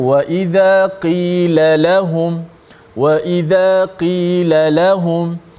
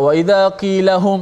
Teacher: Lahum, perkataan lam. Bila ada dua lam, dua huruf yang berdekatan uh, jiran macam tu, kita kena sebut dengan jelas supaya dua-dua tu timbul · Shown in: first take · Uh, jangan satu je timbul.